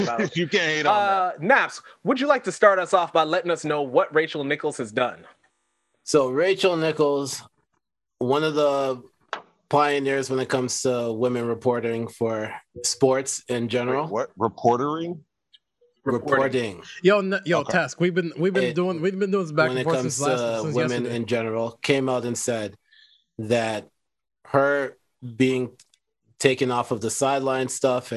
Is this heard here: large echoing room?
no